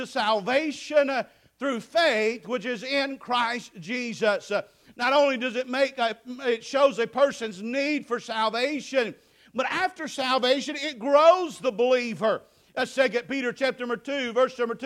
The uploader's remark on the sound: Preached at Faith Baptist Church 8/6/2023